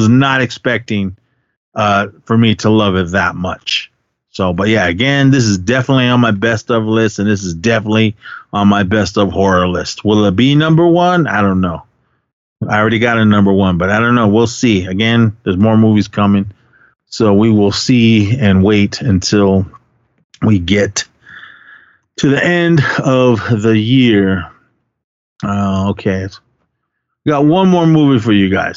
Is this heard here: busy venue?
no